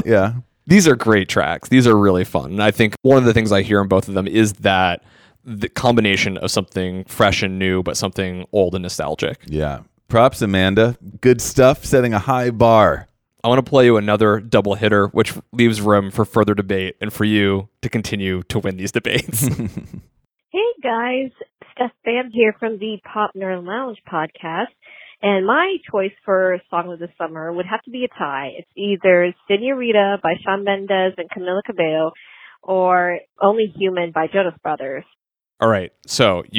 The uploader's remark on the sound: Songs of Summer Call-in Special. To answer that question, we asked you, our listeners, and got some downright awesome suggestions in return.